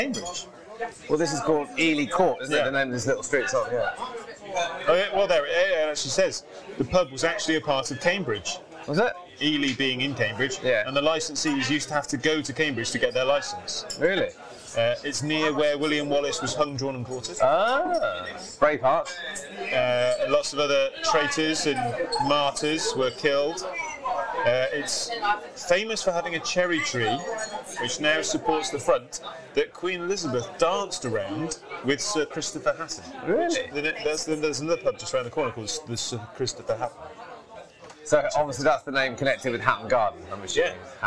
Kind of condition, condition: setting, busy venue